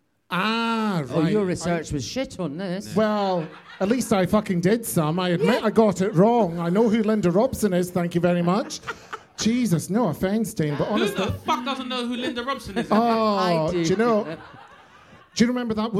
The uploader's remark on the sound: We've live in London! Be Honest: Live.